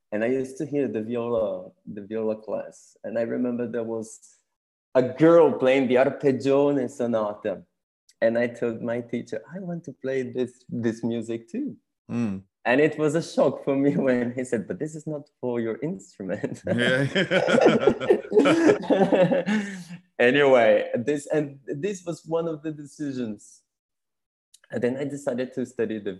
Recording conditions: video call